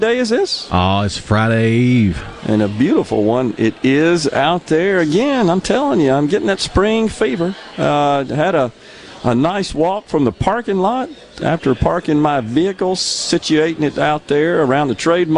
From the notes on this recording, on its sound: LIVE from the MS Trade Mart for MEC Capital Day